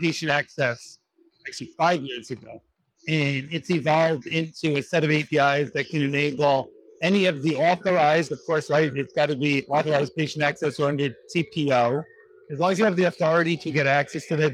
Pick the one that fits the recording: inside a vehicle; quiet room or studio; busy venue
busy venue